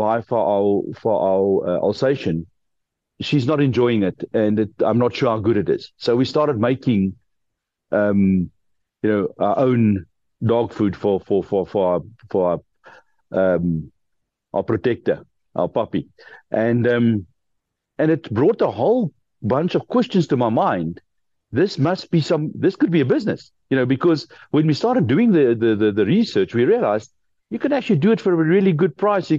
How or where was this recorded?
video call